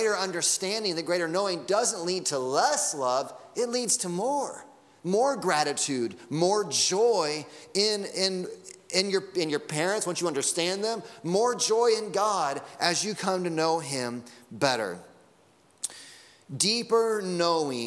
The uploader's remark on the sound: Sunday Morning Sermon Audio